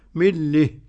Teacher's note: ملة بالإمالة الكبرى كده. الإمالة لللام والهاء